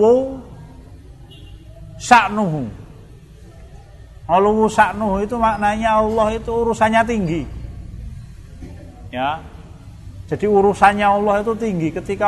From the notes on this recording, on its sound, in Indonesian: Rekaman Kajian Majelis Pengajian Islam Kitab Firqotun Najiyah. Di Masjid At Tahkim, Jln KH Ahmad Dahlan, Ngampilan, Yogyakarta rutin setiap hari Jumat selepas sholat magrib sampai dengan isya yang diselenggarakan oleh FKAM Yogyakarta dan Takmir Masjid At Tahkim.